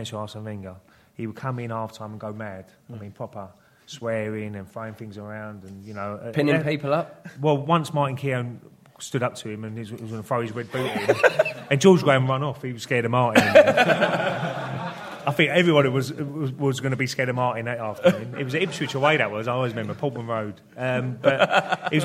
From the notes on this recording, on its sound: In the second part of the LIVE show.